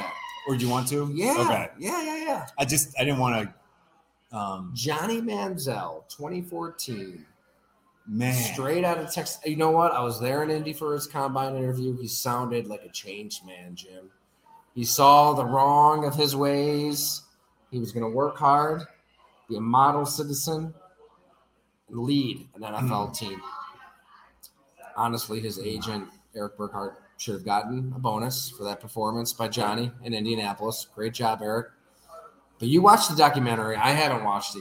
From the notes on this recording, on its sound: You can listen to the audio above or watch the video below from Fattey Beer Company in Hamburg, NY.